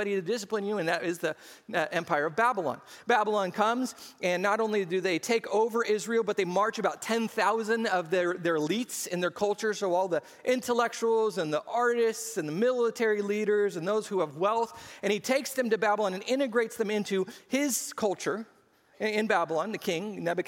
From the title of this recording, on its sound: SCG Church Service